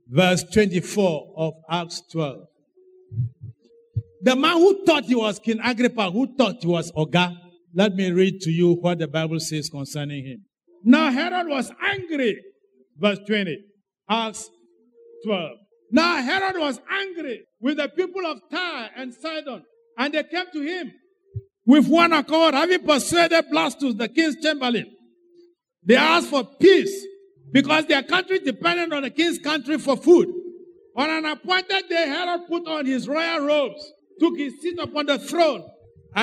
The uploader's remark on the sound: Sermon preached at CBC Adabraka Campus